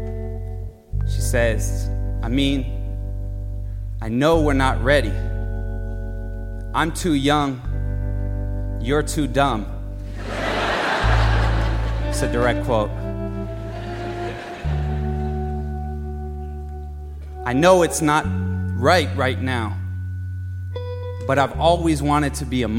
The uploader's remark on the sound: Live at BAM